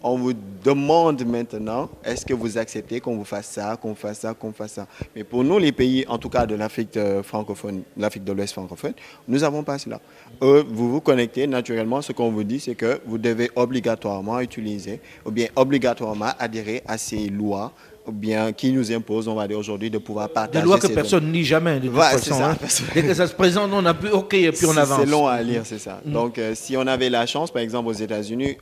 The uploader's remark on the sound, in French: Un débat enregistré à Abidjan à l’occasion du Cyber Africa Forum . Un débat enregistré à Abidjan à l’occasion du Cyber Africa Forum .